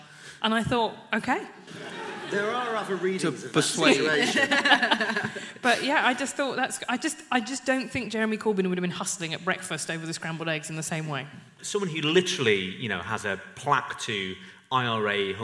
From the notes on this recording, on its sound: New Statesman Podcast Live. On the live podcast panel.